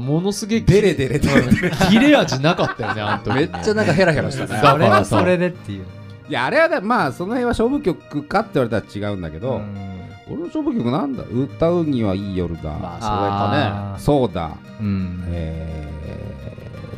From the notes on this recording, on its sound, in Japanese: 公開収録ラスト！